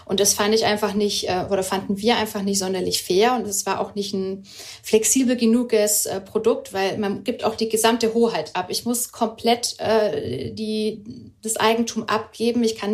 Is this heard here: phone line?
no